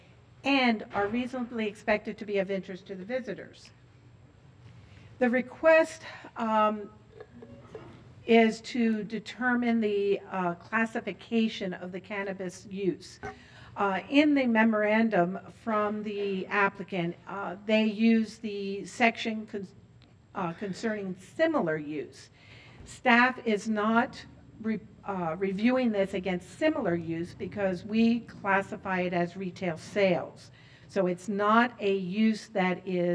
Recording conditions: busy venue